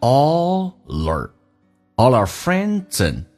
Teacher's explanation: our 不被强调会说成一个儿化音 er